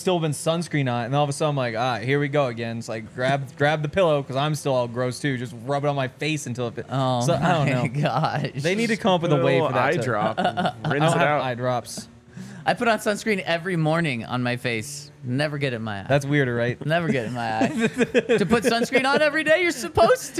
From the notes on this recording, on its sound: coming to you LIVE from the DNVR Bar